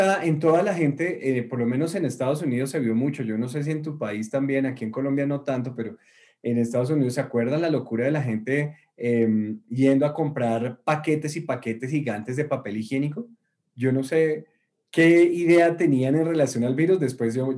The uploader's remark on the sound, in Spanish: Una charla privada que tuvimos el día de hoy con nuestros clientes del programa de Coaching Premium. Es un audio extraído de Zoom y por eso la calidad no es la acostumbrada.